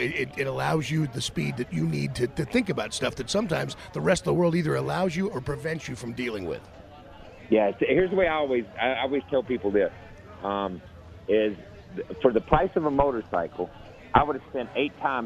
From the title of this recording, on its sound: LIVE FROM STURGIS